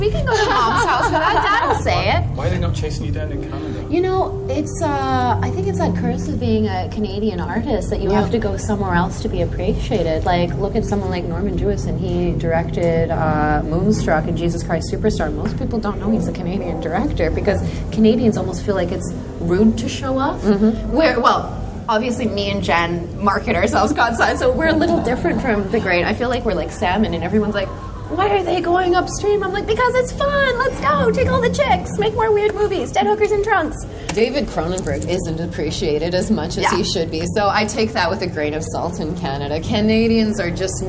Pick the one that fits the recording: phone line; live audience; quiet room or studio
live audience